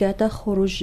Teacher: أعيدي مع بيان قلقلة الجيم تخرج